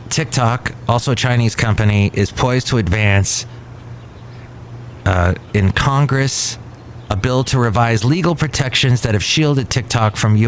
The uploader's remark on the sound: Podcasts live from Cafe Anyway.